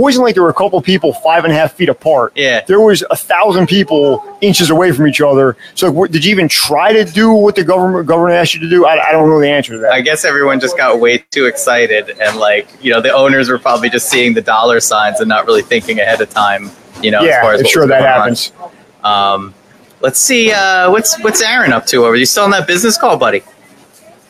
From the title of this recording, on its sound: Live! from Windmill, Long Branch Distillery